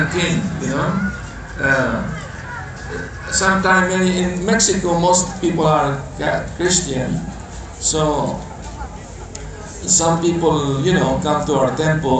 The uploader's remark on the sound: Lecture tonight in the Ratha Yatra festival in Georgetown Guyana